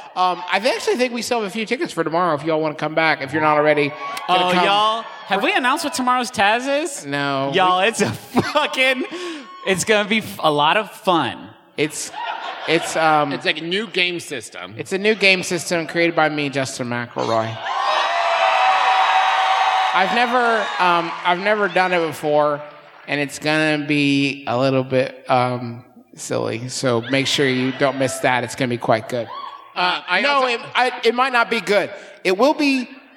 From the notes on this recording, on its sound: here’s a live show we recently did in Cincinnati